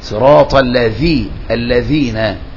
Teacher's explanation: اعتني بإخراج لسان في الذال